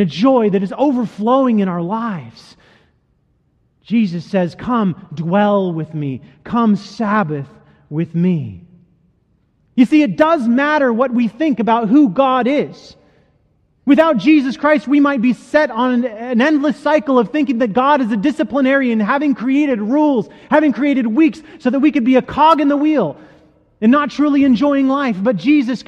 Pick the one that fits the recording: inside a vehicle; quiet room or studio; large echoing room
large echoing room